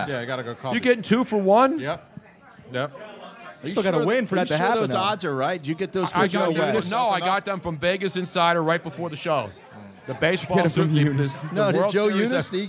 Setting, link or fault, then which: setting, busy venue